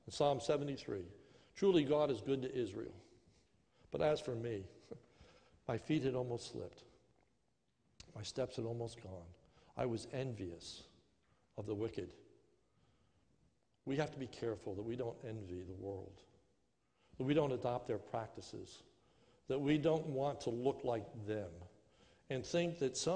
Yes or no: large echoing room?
yes